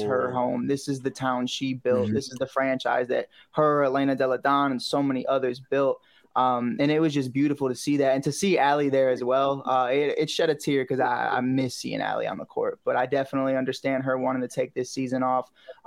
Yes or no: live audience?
no